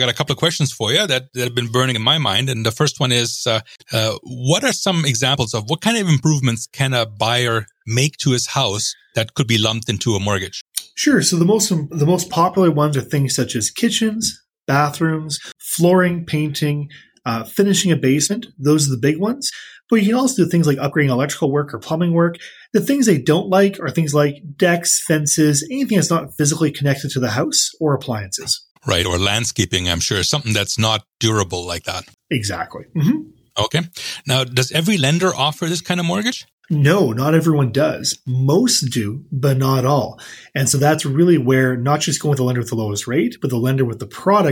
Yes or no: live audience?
no